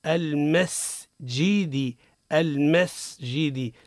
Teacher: هنا صفير ورخاء والصفير السين